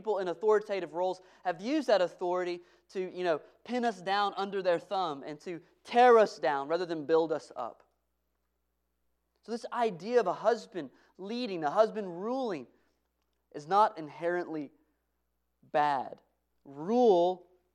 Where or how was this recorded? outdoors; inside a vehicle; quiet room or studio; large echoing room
large echoing room